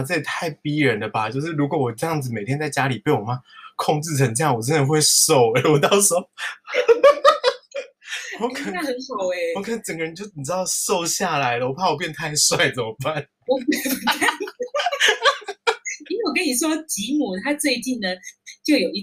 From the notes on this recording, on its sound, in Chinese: 嘗試使用線上錄音的方式